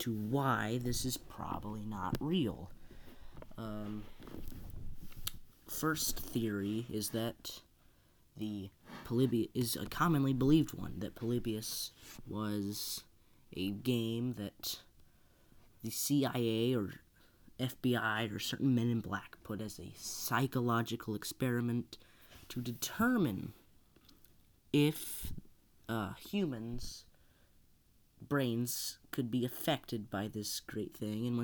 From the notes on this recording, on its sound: Very quiet, so listen with headphones for the best experience